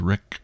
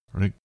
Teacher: The first word is Rik, but when it's combined with a V word, K becomes G, like a soft K, Rig. There is also some corruption from modern Hindi habits, such as in the famous mantra Om.